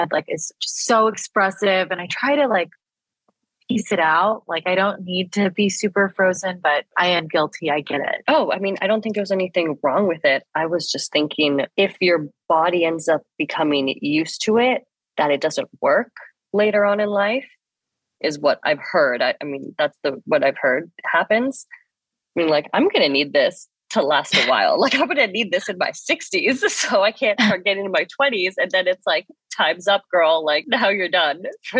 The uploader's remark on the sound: We had to record over ZOOM this week due to scheduling conflicts & illnesses so our audio definitely took a hit. It doesn't sound great.